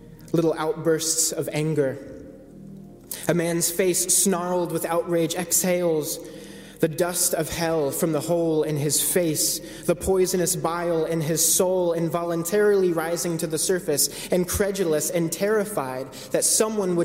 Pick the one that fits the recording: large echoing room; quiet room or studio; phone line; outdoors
large echoing room